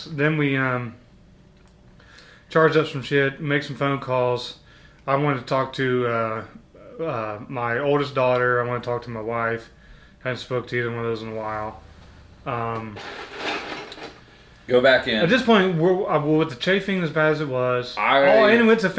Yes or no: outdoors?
no